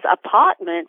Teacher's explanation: pronouncing apartment as apartment without the R